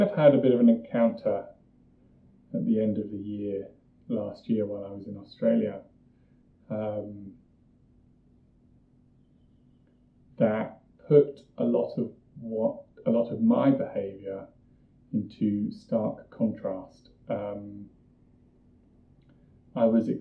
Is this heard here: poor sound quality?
yes